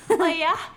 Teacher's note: it's more breathy, you know, it's more open